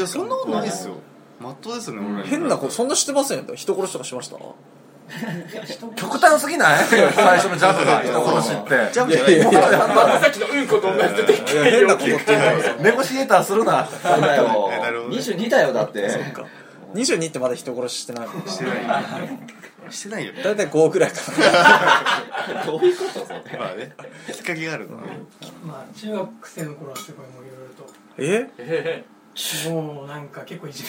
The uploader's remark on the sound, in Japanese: 第９回目は『カレーショップ志み津』のレポ最終回！！収録中に店を訪れた客。